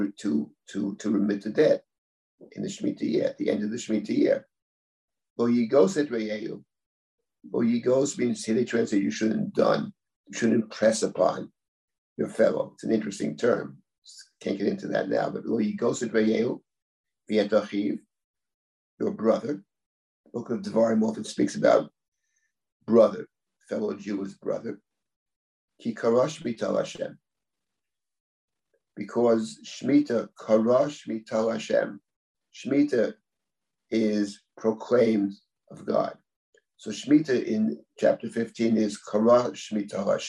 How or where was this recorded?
video call